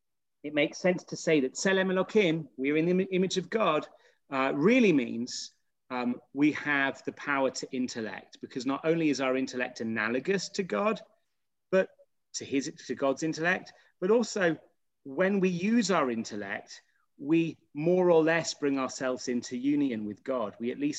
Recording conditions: video call